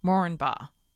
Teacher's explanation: The first A is not stressed.